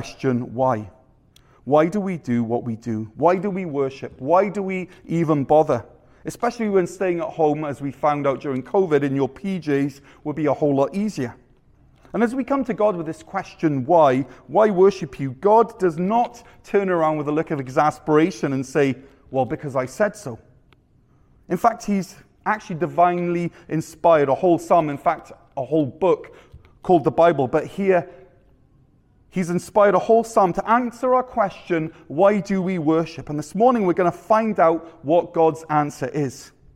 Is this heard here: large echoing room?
yes